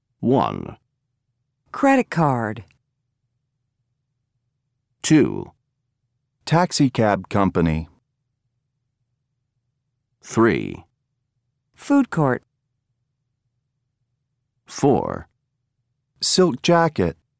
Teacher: Notice how the final sounds t, d, p, b, k, and g are not fully pronounced before other consonant sounds.